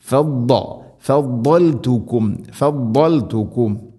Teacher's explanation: ഫദ്ദൽതുകും, ഫല്ലൽതുകും അല്ല ഫദ്ദ, ദ ബോധുച്ചരിക്കുന്ന സമയത്ത് നാവിൻ്റെ ഏതെങ്കിലും ഒരു സൈഡ് അണപ്പല്ലുകളോട് ചേർന്ന് അതിൻ്റെ ഒരു നീളത്തിൽ തട്ടിക്കൊണ്ടായിരിക്കണം വരേണ്ടത്. അത് ഇസ്തിഇലാഇൻ്റെ സ്വരഭാരത്തിൽ ഉച്ചരിക്കേണ്ട അക്ഷരവുമാണ്.